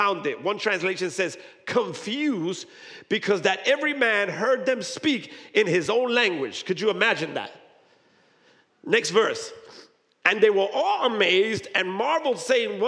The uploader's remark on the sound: Recorded live at High Place Church, Merchantville, NJ.